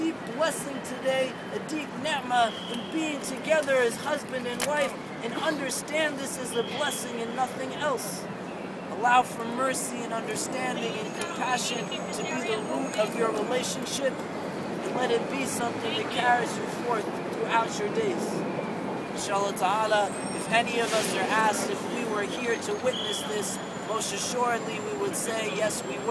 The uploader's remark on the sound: Sounds from a wedding at Zuccotti Park just now